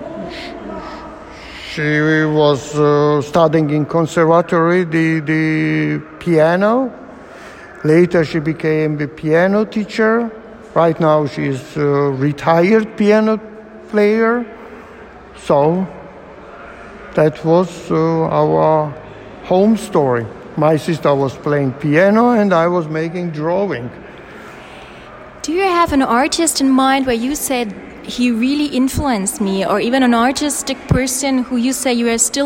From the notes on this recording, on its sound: while walking through his current solo exhibition